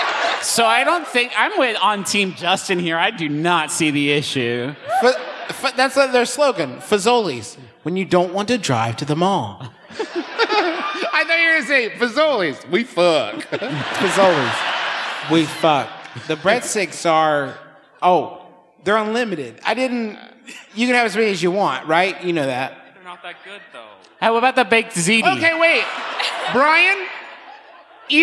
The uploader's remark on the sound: here’s a live show we recently did in Cincinnati